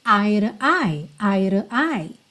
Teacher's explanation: É muito interessante você aprender a ouvir também essa preposição to como r. Porque muitas vezes ela vem só como uma palavrinha de ligação.